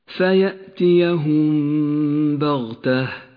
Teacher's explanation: الميم الساكنة وبعدها حرف الباء تخفى الميم بالباء وتغن بمقدار 2 حركات · Term: الإخفاء الشفوي